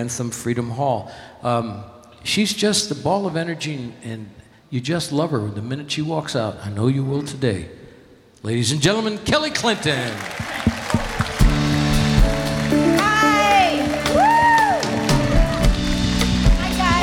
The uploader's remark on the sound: Live at the South Point Casino.